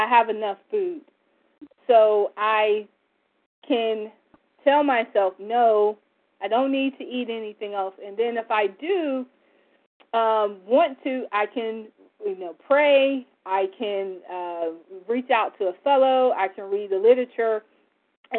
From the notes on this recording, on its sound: from the 100 Pounders Phone Meeting, 1/24/24